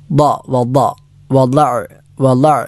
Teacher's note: വദഅ്തു, വദ എന്നത് ദ നാവ്, ഇടതുഭാഗം ഇടതുപല്ലിലോ അല്ലെങ്കിൽ വലതുഭാഗം വലതു പല്ലുകളിലോ സ്പർശിച്ചുകൊണ്ട് ഉച്ചരിക്കേണ്ട അക്ഷരമാണ് ദ എന്നത്. ല എന്ന് നാവ് മുൻപജിലേക്ക് ചേർത്തുകൊണ്ട് ഉച്ചരിച്ചാൽ തെറ്റാണ്.